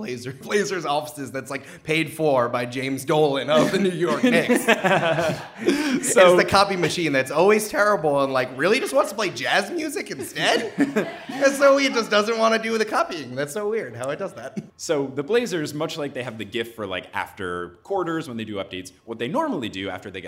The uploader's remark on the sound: Live From Listen Up Portland